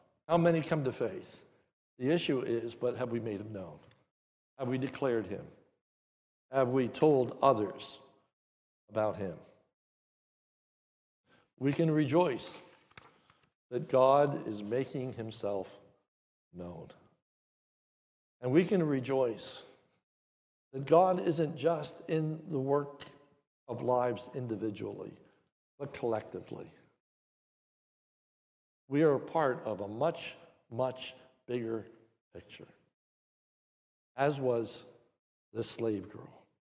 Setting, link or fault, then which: setting, large echoing room